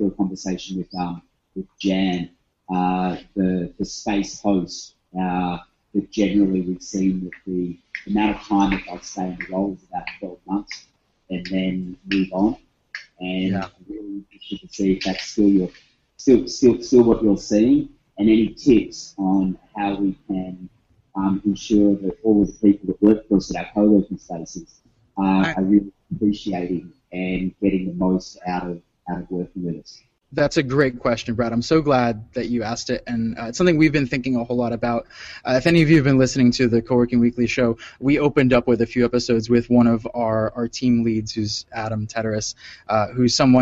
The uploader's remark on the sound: I did join for a Q&A session at the top of the second day thanks to the magic of the internet + Google Hangouts